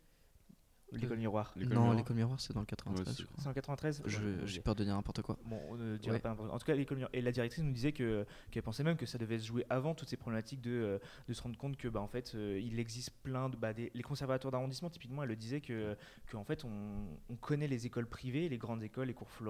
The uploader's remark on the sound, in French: l'équipe du NVTL Podcast, invitée aux Etats Généraux de l' AAFA - Actrices et Acteurs de France Associés, a enregistré des discussions avec différents participants.